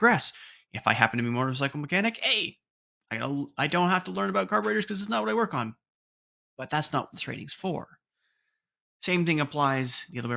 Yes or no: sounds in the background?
no